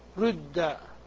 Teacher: طيب الوجه الثالث هو الإشمام، شرحناه قبل قليل، وهي أقل اللغات هنا، فإذا أردت أن تشم رد فإنك تقول بإخلاص الضم رد، وبإخلاص الكسر رد، وبالإشمام رد، تضم الشفتين على هيئة الضمة ولكنك تنطق بكسرة